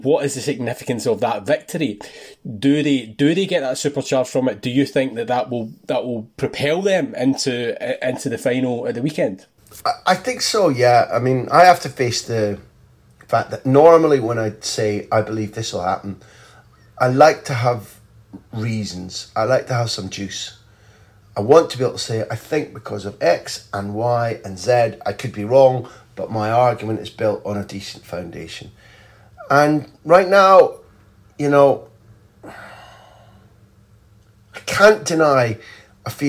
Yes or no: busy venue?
no